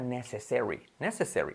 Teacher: se pronuncia necessary, necessary, con acentuación la primera